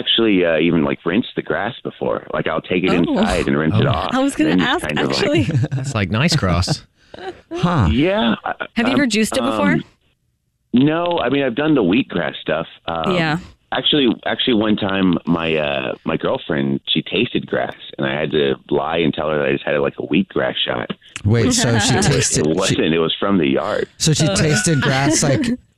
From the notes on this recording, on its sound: A Phone Prank